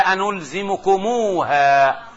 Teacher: هذه الواو مش واو جماعة، هذه واو يسموها واو الإشباع، يعني أشبعنا الضمة فأصبحت واوا